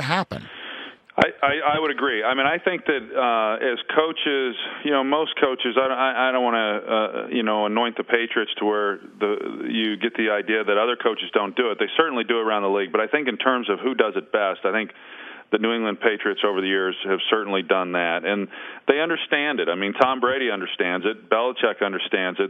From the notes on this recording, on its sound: Who phones in to discuss Big D's debacle in the Big Apple Sunday night.